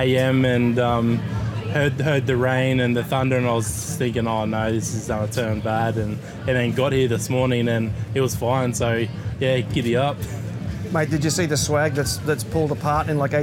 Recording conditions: busy venue